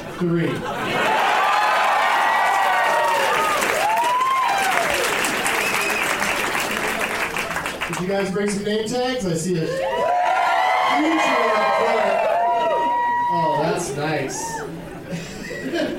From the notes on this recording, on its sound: Live from Comedy Works in Denver, CO